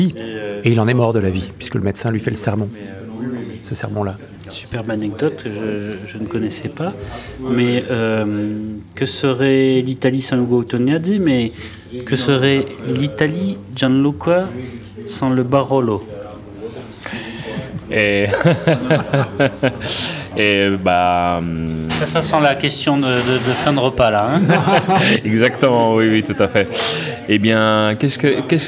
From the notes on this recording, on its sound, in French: Rendez-vous était donné aux Caves de Prague (Paris XII) pour une session enregistrée en public.